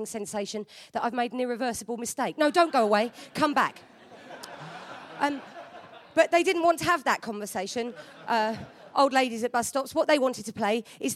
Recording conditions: live audience